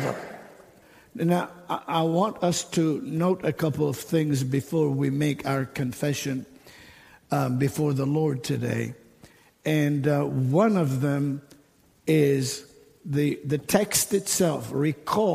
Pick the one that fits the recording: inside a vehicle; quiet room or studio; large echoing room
large echoing room